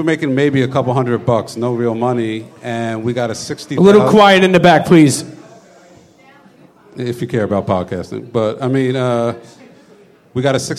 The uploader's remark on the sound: We play some audio from the live show.